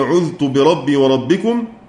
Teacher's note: طيب، ثم قال: وعذت على إدغامه ونبذتها. إدغام الذال في التاء بعدها من قوله تعالى وعذت وقوله تعالى ونبذتها